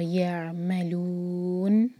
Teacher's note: یعملون، عین پر جھٹکا نہ آئے. اور یعملون مد اعلی للسکون، چار حرکہ لمبا. اور آخر میں نون کا ساؤنڈ غائب نہ ہو، اس کو واضح کرنا ہے.